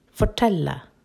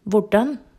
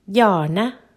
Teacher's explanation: In Norwegian, there are a set of consonant cluster sounds that we well might call retroflex, because they are pronounced with the tip of the tongue curled upwards and a little bit backwards. The bottom part of the tip of the tongue is touching the ridge behind the upper front teeth.